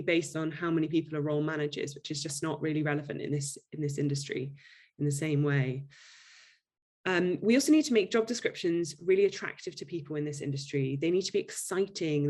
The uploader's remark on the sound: This podcast is a audio recording of a webinar from the Digital Leaders Innovation Week. This podcast is a audio recording of a webinar from the Digital Leaders Innovation Week.